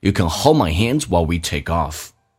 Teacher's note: You can 不被强调，可以有弱化现象